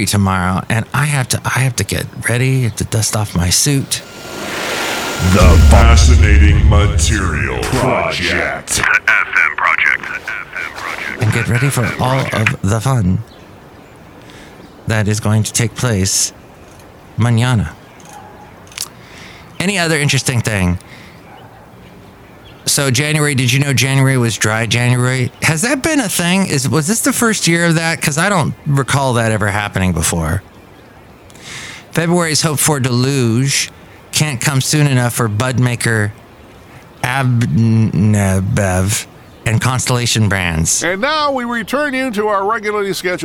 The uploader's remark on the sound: podcasts live from Café Anyway